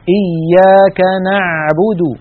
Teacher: العين التي اعتدنا في أكثر العاميات المعاصرة أن ننطقها هي أعلى من العين الفصيحة. العين الفصيحة أعمق بقليل من العين التي اعتدنا أن ننطقها بالعاميات.